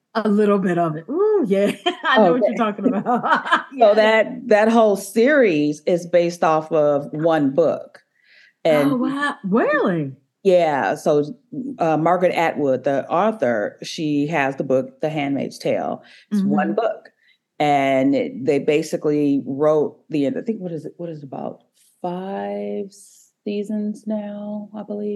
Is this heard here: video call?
yes